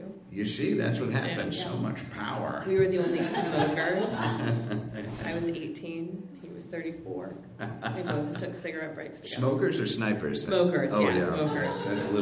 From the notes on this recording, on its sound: a fantastic live show